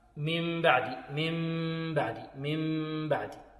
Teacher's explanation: تنقلب النون ميم وتخفى · Term: الإقلاب